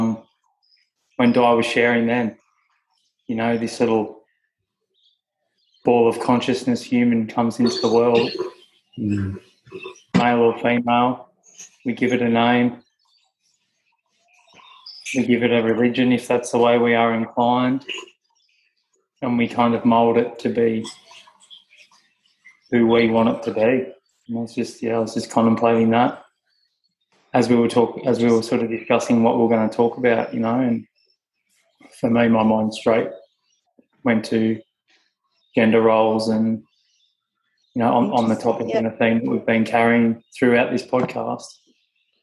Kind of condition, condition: fault, sounds in the background